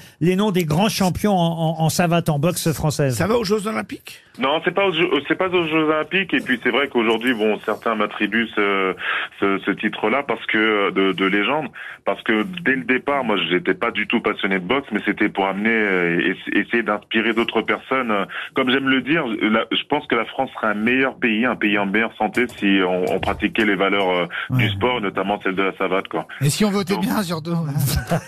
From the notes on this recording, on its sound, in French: au téléphone des Grosses Têtes